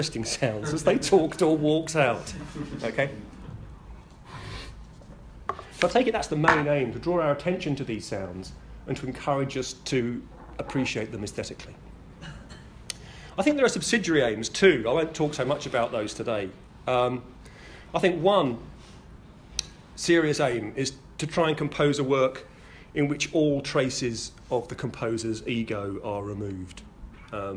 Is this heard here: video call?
no